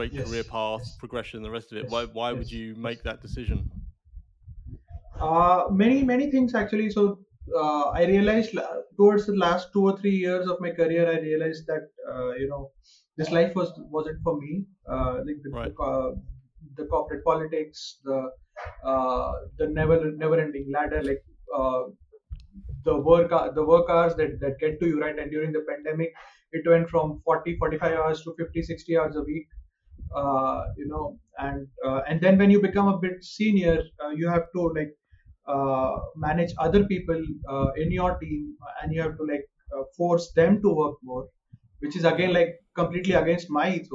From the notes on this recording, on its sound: Had a few challenges with the audio on this one but I think we've got it to a place that's listenable!